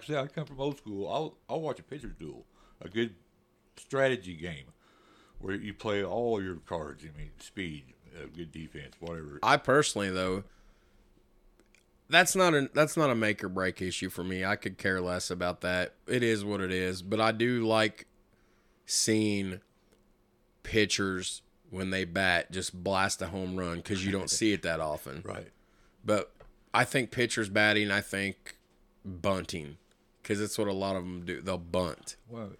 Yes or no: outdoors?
no